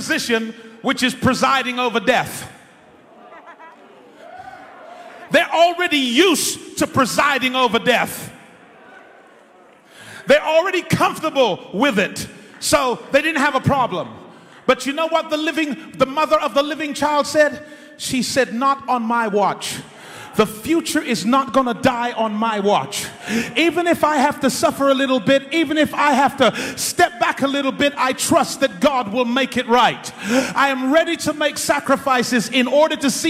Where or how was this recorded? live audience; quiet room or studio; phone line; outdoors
live audience